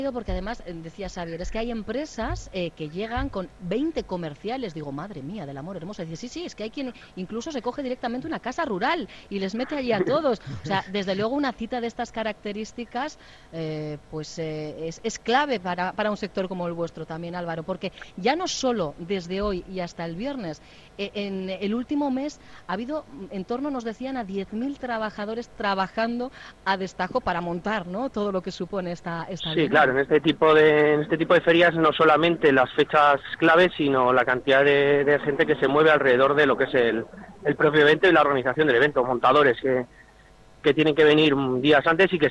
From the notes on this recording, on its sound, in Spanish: Hoy ha abierto sus puertas en el BEC de Barakaldo la XXX edición de la Bienal de Máquina Herramienta y Euskadi Hoy Magazine lo ha vivido en directo con la compañía de algunas de nuestras empresas allí presentes.